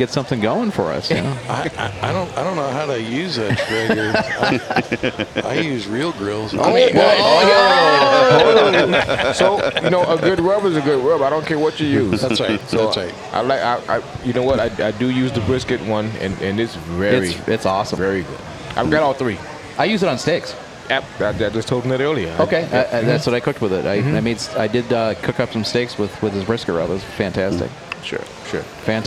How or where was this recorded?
busy venue